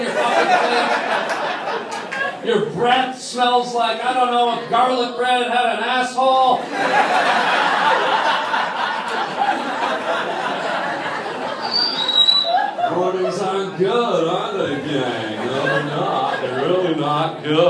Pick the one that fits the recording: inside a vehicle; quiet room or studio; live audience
live audience